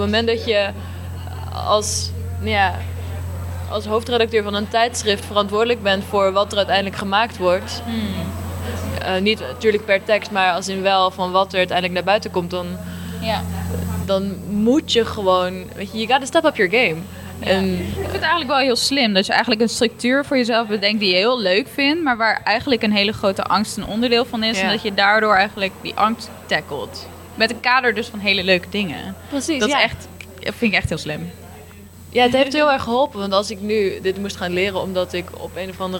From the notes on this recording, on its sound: recorded during the Artez Academy of the Arts Finals 2019